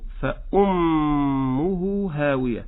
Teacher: كذلك الميم المشددة نغنها بمقدار حركتين. ونجد في المصحف الناس يقولون عنها ضمة صغيرة، هي ليست ضمة صغيرة في كلمة فأمه، هي واو، الضمة كما ترونها فوق الهاء، أما هذه فهي واو، ولكن كتبت بخط صغير إشارة إلى حكم يسمونه صلة، صلة هاء الضمير.